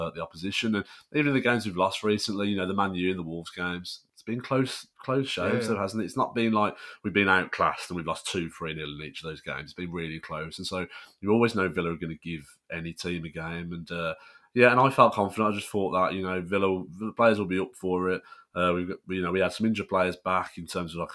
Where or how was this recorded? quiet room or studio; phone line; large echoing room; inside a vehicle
quiet room or studio